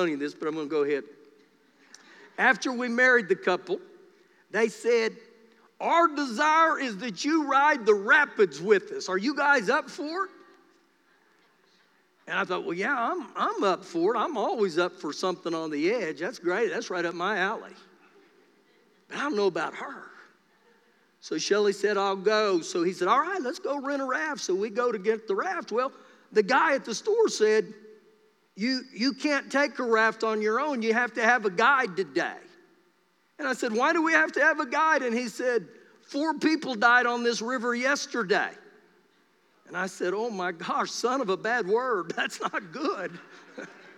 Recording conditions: live audience